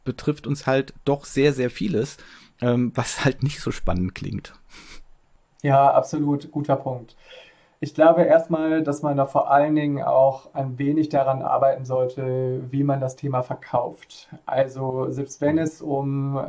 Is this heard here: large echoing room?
no